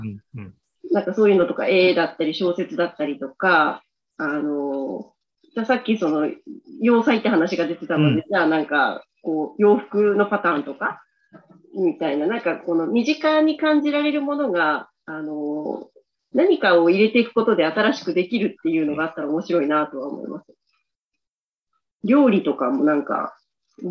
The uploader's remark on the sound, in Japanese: ZOOMライブの模様です